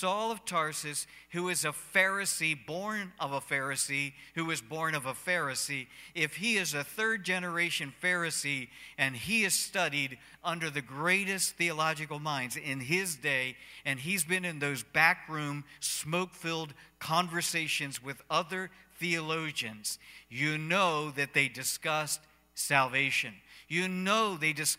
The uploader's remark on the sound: Cornerstone Fellowship Sunday morning service, streamed live.